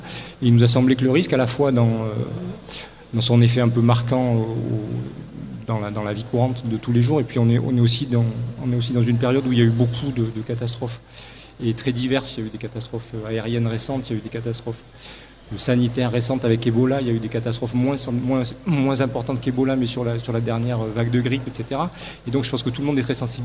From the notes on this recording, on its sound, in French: Une émission spéciale en direct de la Cité des congrès pour couvrir les Journées scientifiques de l’Université de Nantes.